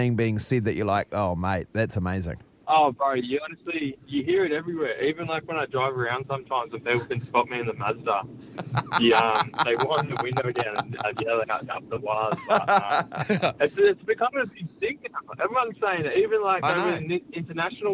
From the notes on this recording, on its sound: We were joined on the phone.